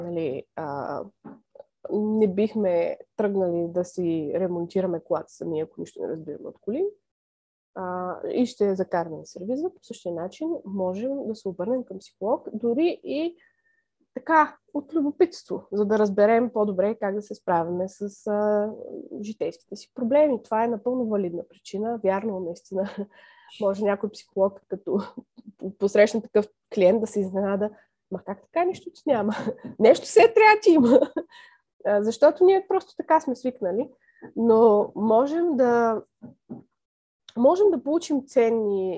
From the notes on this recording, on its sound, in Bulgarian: Този път се наложи да запишем епизода онлайн. Извиняваме се за страничния шум, но го игнорирайте.